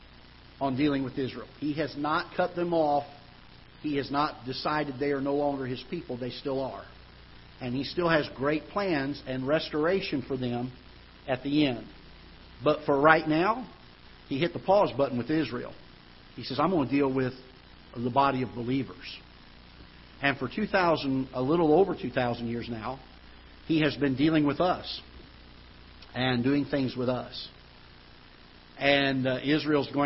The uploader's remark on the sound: Ketha Heights Baptist Church ~ Live Broadcast